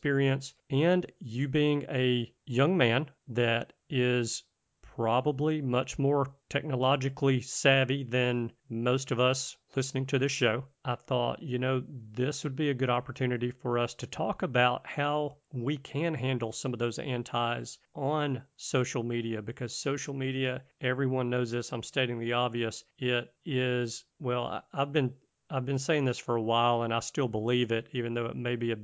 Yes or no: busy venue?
no